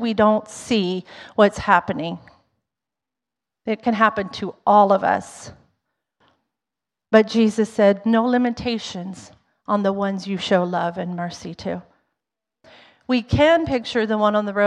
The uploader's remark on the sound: Was recorded on Sanctity of Human Life Sunday , January 22nd, 2023, during service at The Anchor Church in Rockport, Maine. Was recorded on Sanctity of Human Life Sunday , January 22nd, 2023, during service at The Anchor Church in Rockport, Maine.